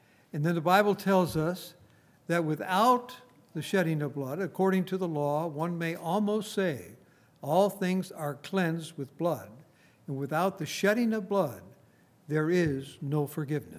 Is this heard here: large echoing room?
yes